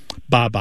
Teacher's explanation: It's such a basic fundamental sound that B sound coming off the lip followed by a vowel